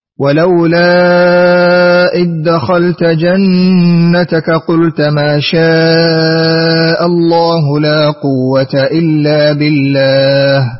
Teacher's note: أدغمت الذال في الدال وصلت المتصل · Term: إدغام